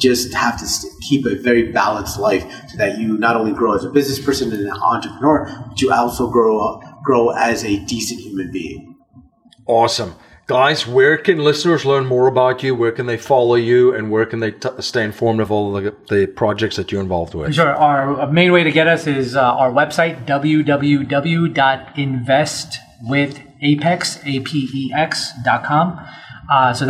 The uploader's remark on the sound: live at the Hive in Trenton, New Jersey